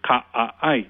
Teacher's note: with the glottal stop separating the different vowels